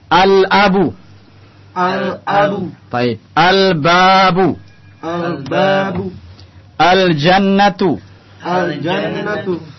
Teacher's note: Antum lihat di sini alif lamnya jelas terlihat. Lamnya tidak masuk ke dalam huruf setelahnya, tapi dibaca jelas. · Term: al-huruf al-qamariyah